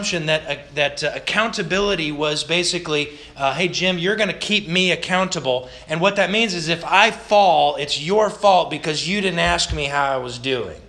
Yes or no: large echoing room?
yes